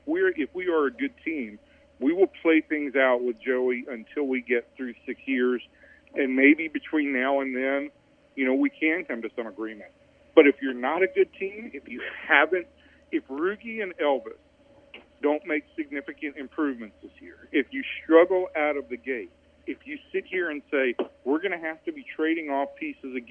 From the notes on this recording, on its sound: Calls in from Texas' spring training in Surprise, Ariz.